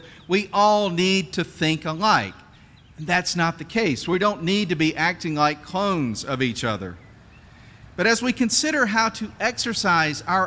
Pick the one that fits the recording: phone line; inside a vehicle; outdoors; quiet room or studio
outdoors